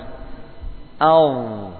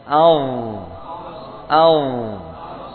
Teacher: Suara mengalir. Nafas tertahan, suara tetap mengalir. · Term: rokhawah